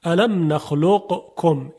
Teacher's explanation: مخرج قاف انتهای زبانه کاف هم یک کمی جلوتر در انتهای زبان قرار داره · Term: ادغام